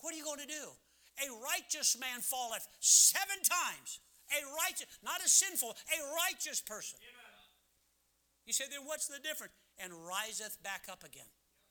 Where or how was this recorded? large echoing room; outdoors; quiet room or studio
large echoing room